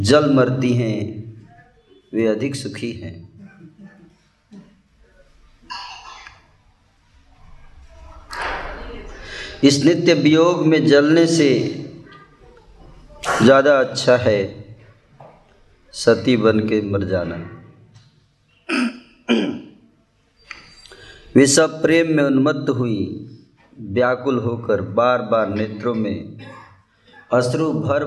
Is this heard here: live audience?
yes